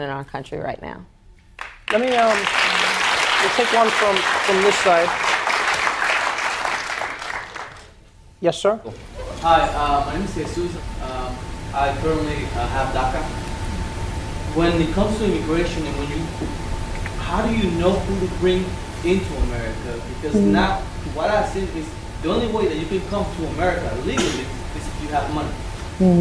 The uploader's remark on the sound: answers audience members' questions